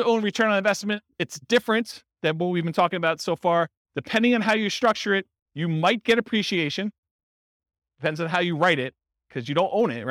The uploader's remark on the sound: Real estate entrepreneurs in Lubbock, Texas. This was a live class recorded to give investors a solid qualitative overview of all the different real estate investing strategies. Live in-person version.